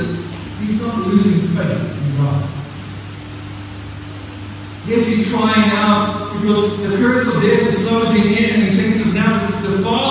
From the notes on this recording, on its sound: Apologies for the poor recording.